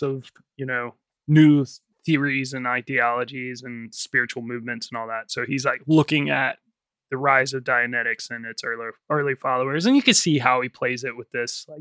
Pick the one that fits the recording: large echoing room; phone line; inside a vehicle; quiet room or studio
quiet room or studio